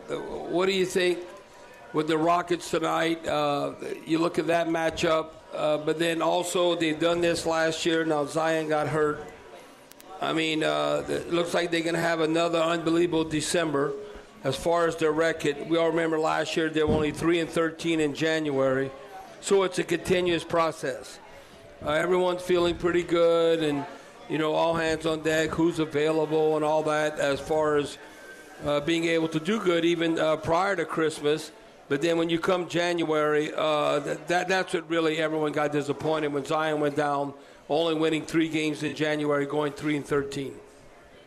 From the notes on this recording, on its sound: Broadcasting LIVE at Rouses in Covington.